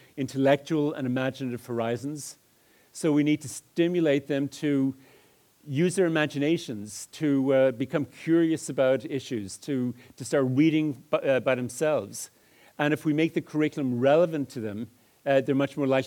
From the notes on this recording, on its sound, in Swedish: föredrag på Pedagog Malmö Live